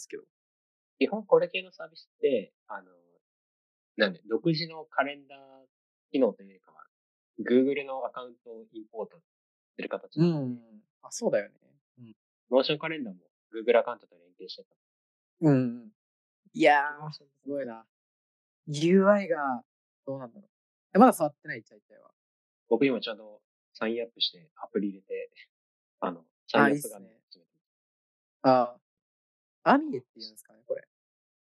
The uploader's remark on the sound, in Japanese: zoom音質でお届けします。